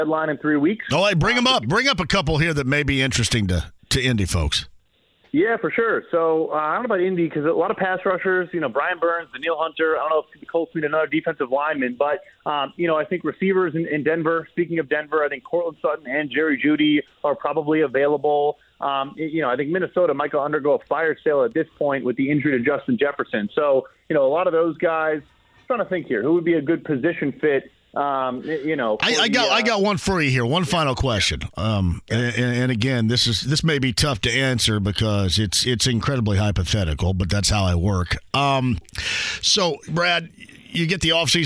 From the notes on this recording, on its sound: opens the phone lines up and takes some calls!